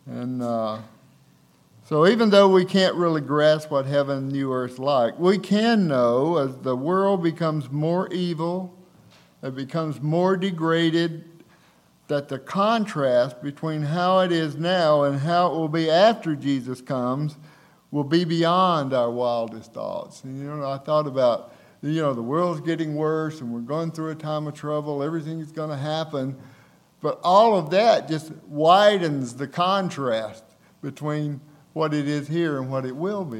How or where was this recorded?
large echoing room